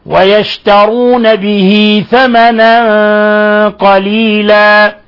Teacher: حالة الوصل صلة صغرى يعني نشبع الكسرة